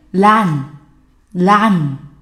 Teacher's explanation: 注意也是舌尖抵着上齿龈，然后呢，把气流从鼻孔出去 · Term: 鼻音